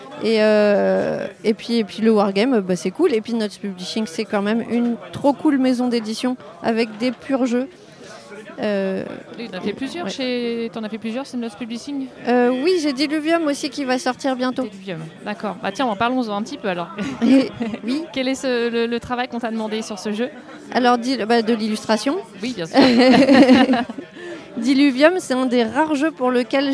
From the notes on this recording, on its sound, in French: lors du festival Paris est ludique en juillet 2023